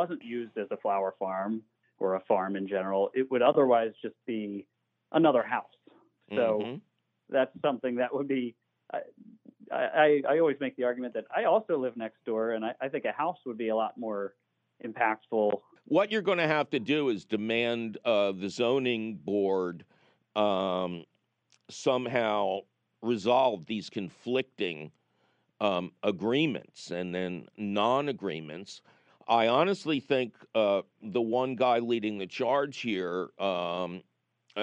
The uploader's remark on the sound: your feeding phone calls!